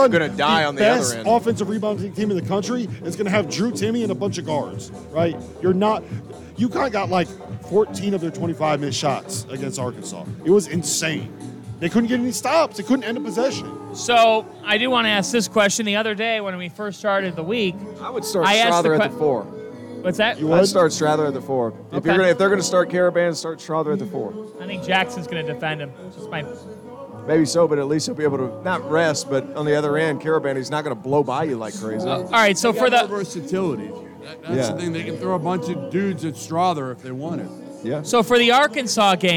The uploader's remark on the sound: live from Stadium Swim in Las Vegas